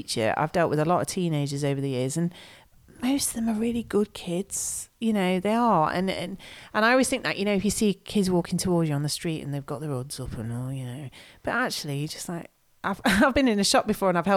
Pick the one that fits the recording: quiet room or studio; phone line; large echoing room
quiet room or studio